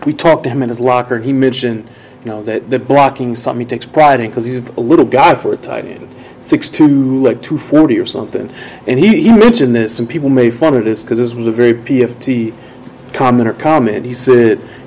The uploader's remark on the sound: live from Arrowhead Stadium